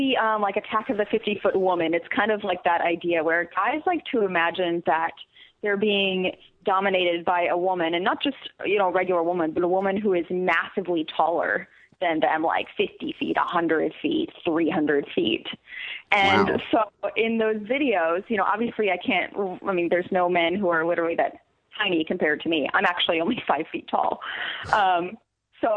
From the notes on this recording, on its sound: Phone calls